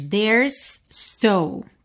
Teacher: Quando a gente tem uma palavra que termina em S e a próxima começa em S, você ouve um S só.